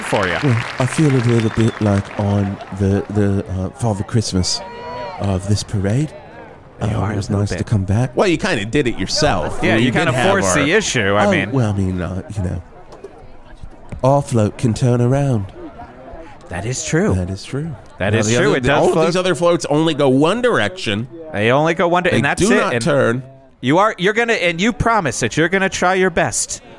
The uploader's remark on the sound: live from Verde Square for the 41st Val Verde July 17th 1982 Patriotic Parade!